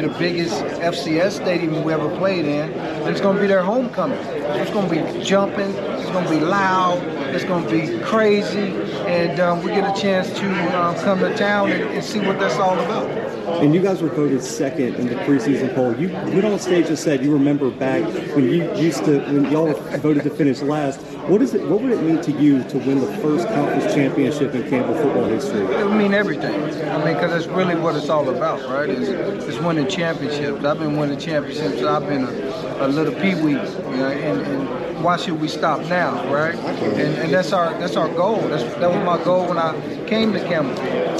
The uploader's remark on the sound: 2022 Big South Media Day. The Bluebloods are live from Big South Media Day in Charlotte, NC.